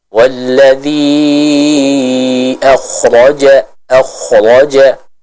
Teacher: Itu mad jaiz al-munfasil, maddul jaiz al-munfasil. Dibaca dengan kadar 4 sampai 5 harakat